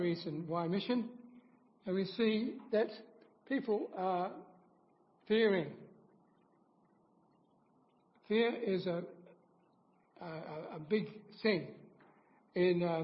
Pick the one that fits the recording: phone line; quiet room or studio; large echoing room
large echoing room